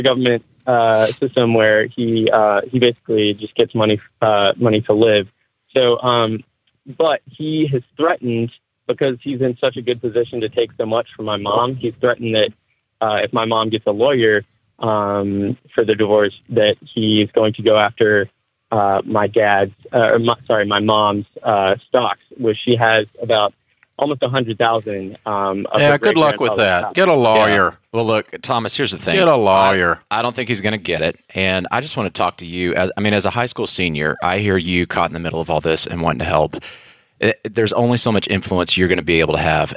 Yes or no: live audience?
no